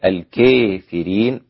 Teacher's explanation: والكافرين ممالة عند الإمام أبو عمرو والدوري الكسائي ورويس ويقللها ورش · Term: الإمالة